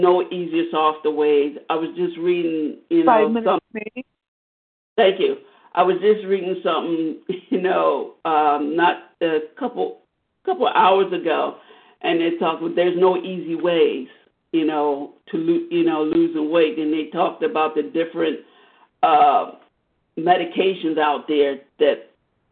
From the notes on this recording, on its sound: 100 Pounders Phone Meeting